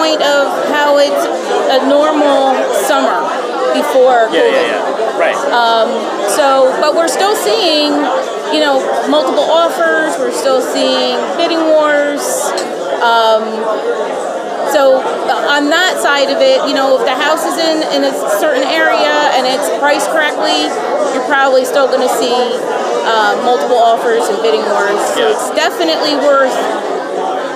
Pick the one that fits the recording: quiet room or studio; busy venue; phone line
busy venue